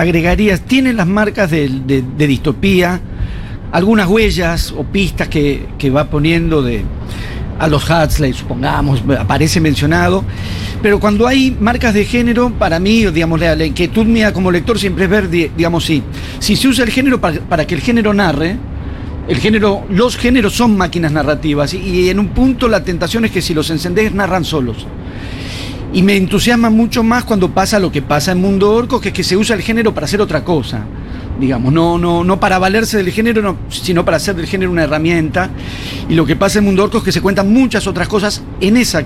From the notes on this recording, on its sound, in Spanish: en vivo desde Yunta Bar